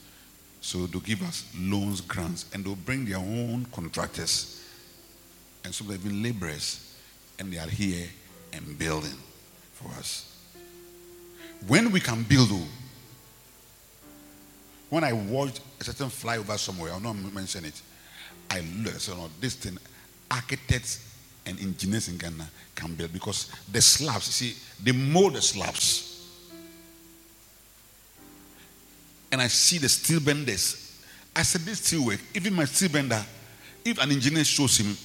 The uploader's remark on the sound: Preached at Rose of Sharon Cathedral, Catch the Anointing Centre Denomination, LA -Accra